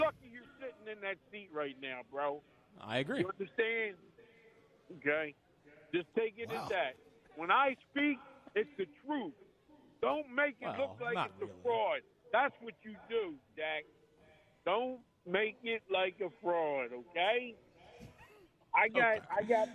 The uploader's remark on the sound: live at Chickie's in South Philly